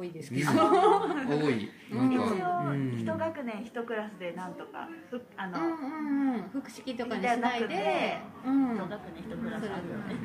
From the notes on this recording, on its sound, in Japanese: 南山城村やまんなか 京都府移住セミナー公開収録。